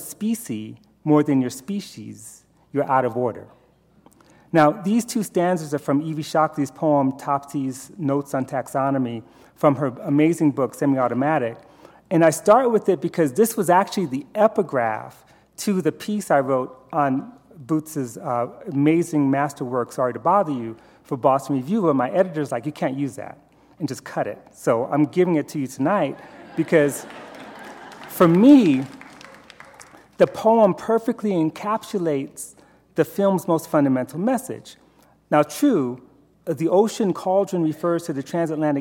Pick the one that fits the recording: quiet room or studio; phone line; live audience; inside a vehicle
live audience